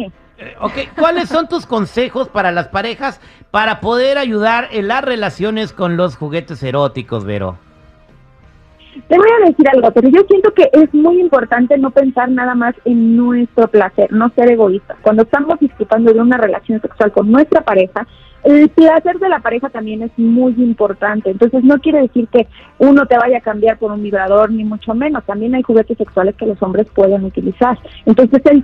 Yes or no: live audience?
no